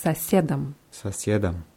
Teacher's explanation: Hier haben wir wieder zwei S zusammen, also ein langes S